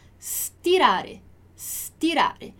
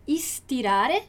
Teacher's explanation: Não tem uma vogal antes, não tem um E ou um I antes desse S. · Shown in: first take · Term: S mudo